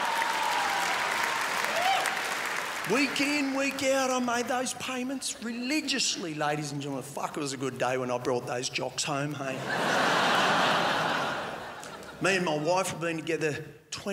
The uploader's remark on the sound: 2016 Melbourne International Comedy Festival Gala